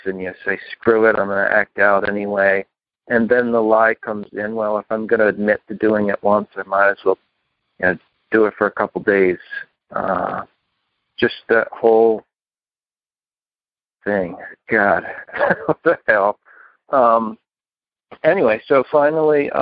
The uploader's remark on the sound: Upstate New York. Noon Phone Speaker Meeting.